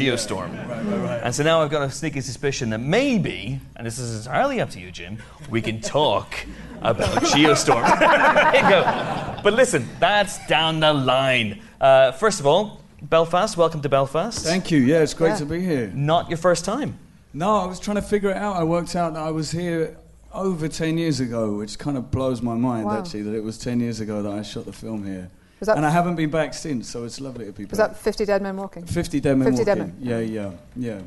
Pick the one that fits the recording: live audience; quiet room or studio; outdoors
live audience